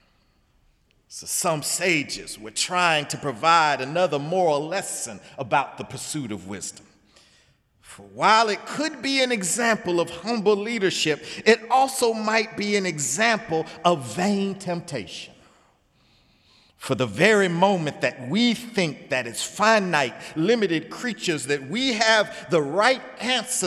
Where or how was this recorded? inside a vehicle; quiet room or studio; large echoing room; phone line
large echoing room